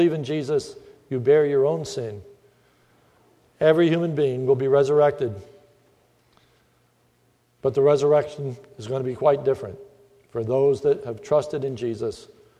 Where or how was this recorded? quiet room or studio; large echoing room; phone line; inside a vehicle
large echoing room